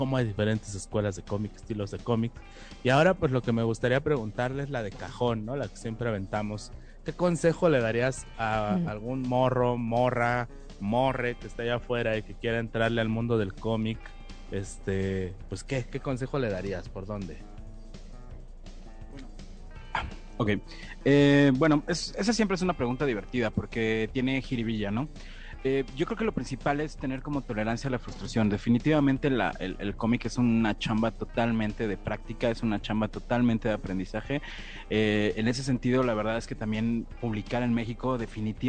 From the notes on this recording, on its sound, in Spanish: Entrevista desde MulticomicLC.